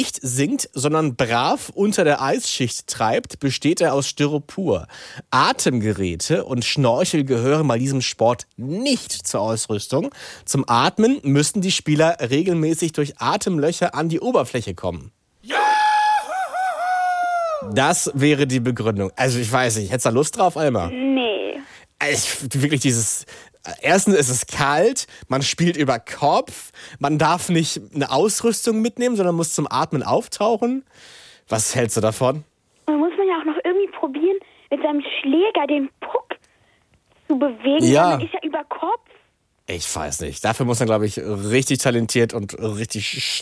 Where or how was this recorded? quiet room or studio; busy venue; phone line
phone line